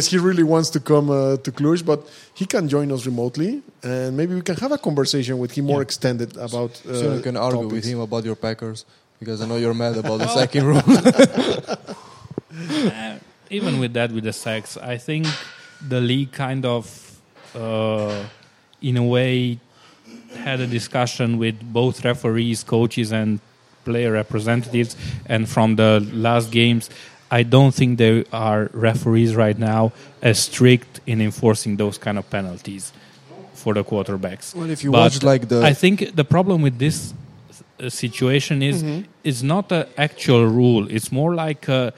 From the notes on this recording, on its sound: a new episode recorded at Crusaders Gym